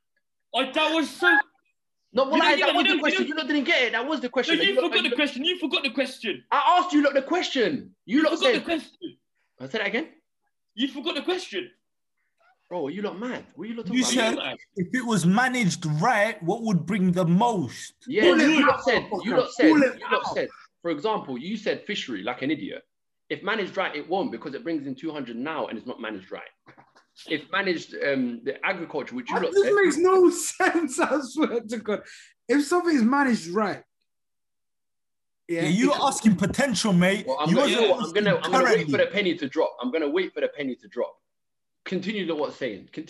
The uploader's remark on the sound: As quarantine continues the Zoom talk continues.